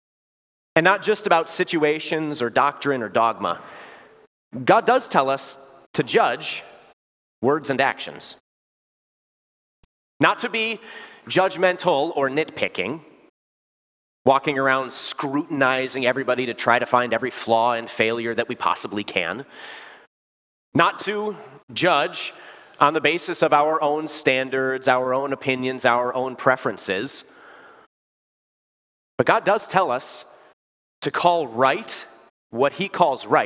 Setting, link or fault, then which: setting, large echoing room